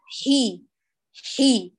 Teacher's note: بدأنا من مخرج الحاء، وأشركنا مخرج أصل الحركة، فخفضنا الفك ورفعنا وسط اللسان، · Term: الحاء المكسورة